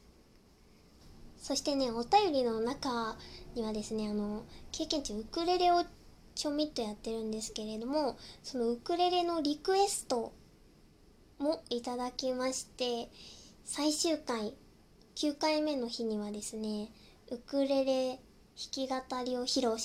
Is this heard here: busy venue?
no